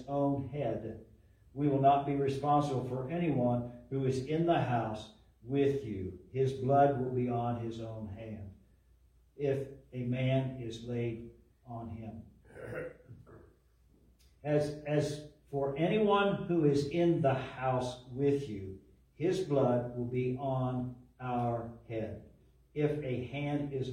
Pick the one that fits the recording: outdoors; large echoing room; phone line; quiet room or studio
large echoing room